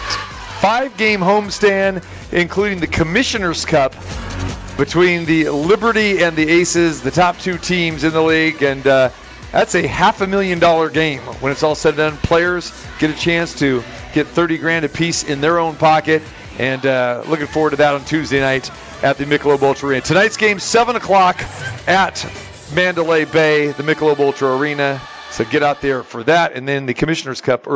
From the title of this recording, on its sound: Live from the Super Book at the Westgate Las Vegas